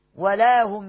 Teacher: تاني ميم ساكنة بعديها ياء إظهار شفوي